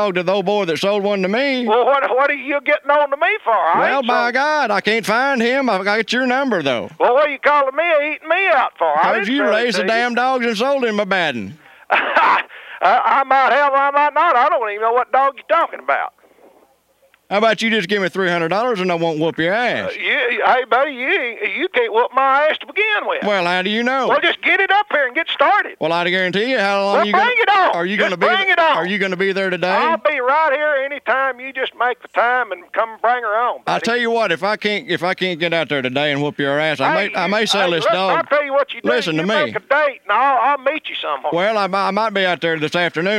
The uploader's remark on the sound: Prank Phone Calls Collection